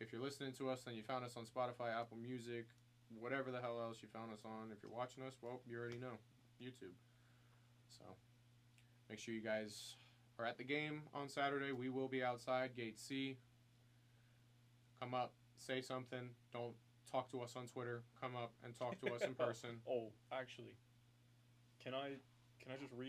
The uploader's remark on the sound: The audio quality is not as good as it usually is. Having to use the fan reacts mic until we get the new soundboard.